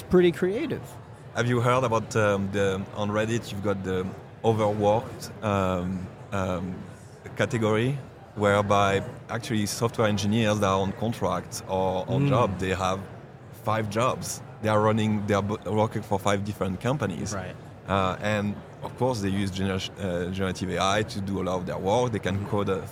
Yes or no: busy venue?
yes